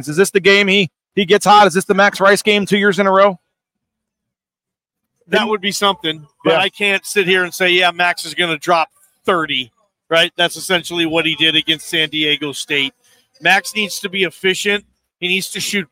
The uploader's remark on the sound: LIVE at ExtraMile Arena with interviews, the latest news and notes and a live look at pregame warmups ahead of a monster Mountain West Showdown in Boise.